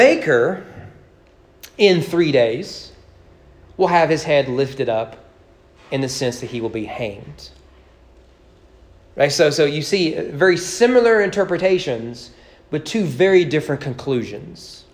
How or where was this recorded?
large echoing room